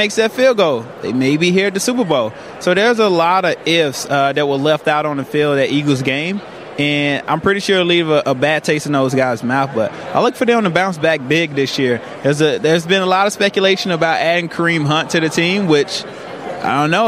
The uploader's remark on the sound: Live From Radio Row Day 4